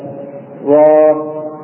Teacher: والراء في اخرها تمد مدا طبيعي حركتان